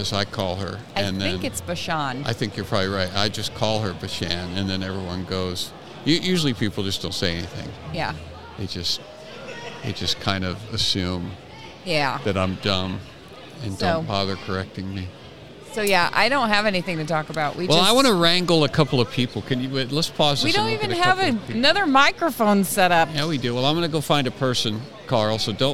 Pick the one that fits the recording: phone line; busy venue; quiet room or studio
busy venue